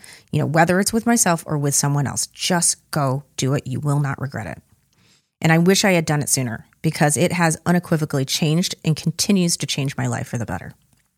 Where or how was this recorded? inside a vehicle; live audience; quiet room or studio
quiet room or studio